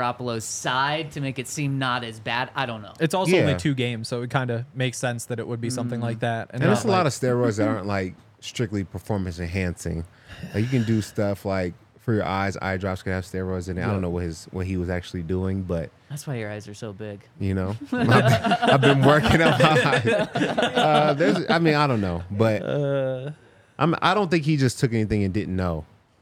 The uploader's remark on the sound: coming to you LIVE from the DNVR Bar